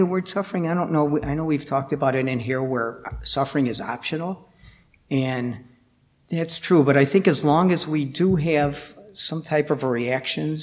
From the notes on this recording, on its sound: Recorded at the Blue Lotus Buddhist Temple. Recorded at the Blue Lotus Buddhist Temple.